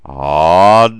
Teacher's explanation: Both begin at your lowest natural tone and rise to your highest. Adonai, however, has three syllables instead of Ani's two, so the don of Adonai is spoken very briefly, and the yod is extended.